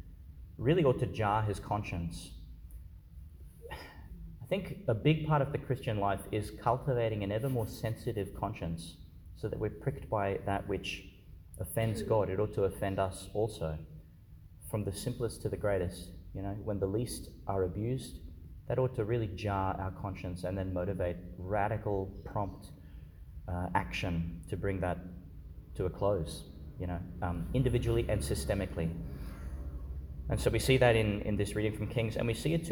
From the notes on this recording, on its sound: delivered Our Lady Star of the Sea Church, Gladstone, Qld.